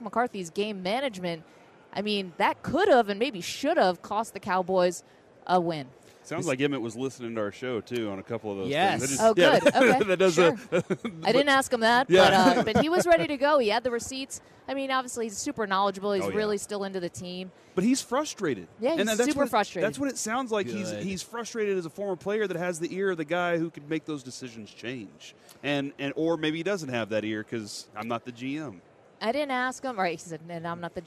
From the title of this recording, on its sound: LIVE from Radio Row